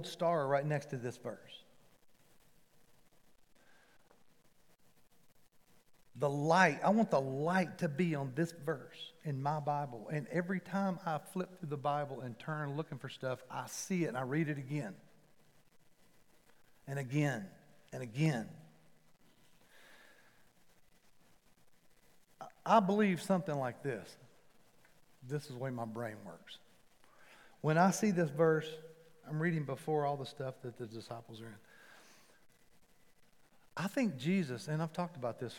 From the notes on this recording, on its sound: Recorded live at The Fellowship at Mt Juliet on September 12, 2021. MJ campus.